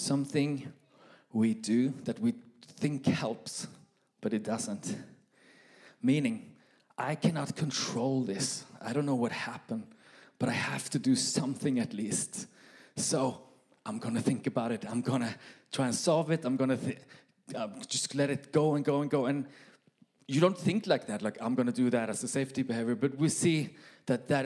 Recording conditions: live audience